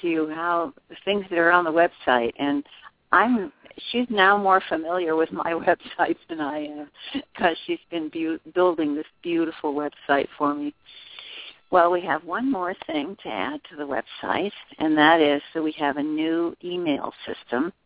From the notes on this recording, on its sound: In this capacity she will do a channeling session live so that callers can call. Personal responses to callers during the special call-in segment.